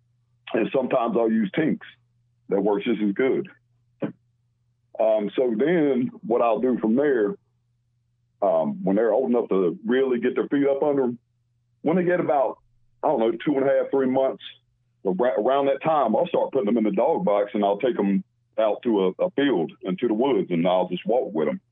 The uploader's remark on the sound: special call in guest